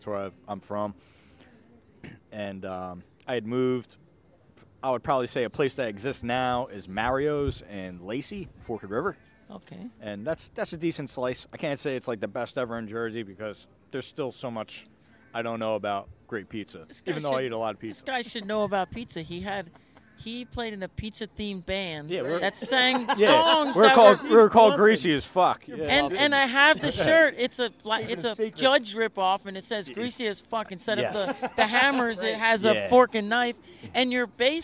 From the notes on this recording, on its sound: We attended an outdoor show at the Brighton Bar in Long Branch, NJ. Afterwards, we had a chat with them.